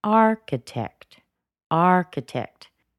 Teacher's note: If she had said architect, I, as a listener, would continue to listen because I would know that she has more to say. But she used a downward intonation or a dropping intonation